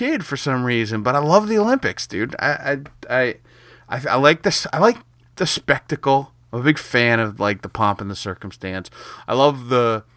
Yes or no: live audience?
no